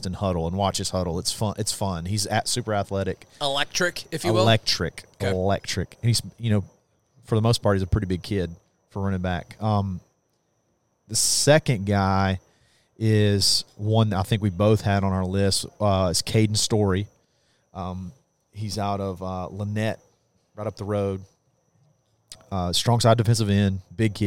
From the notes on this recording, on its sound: broadcast live from Baumhower's in Auburn.